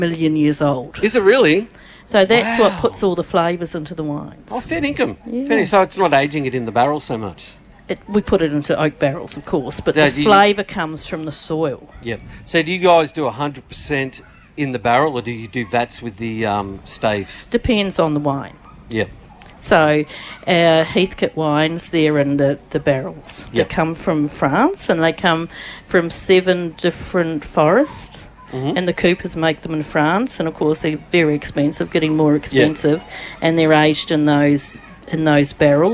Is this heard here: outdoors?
yes